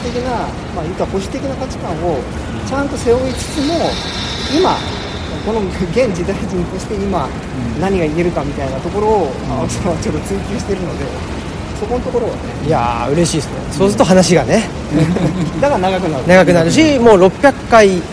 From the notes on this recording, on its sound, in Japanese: 恒例の街ブラ収録。神戸の海辺、街を歩きながら。